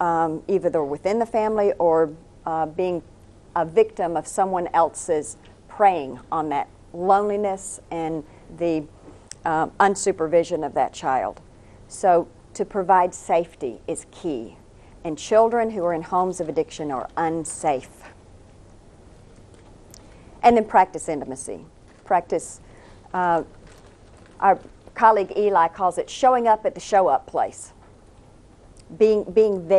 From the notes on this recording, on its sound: taped as a live conference presentation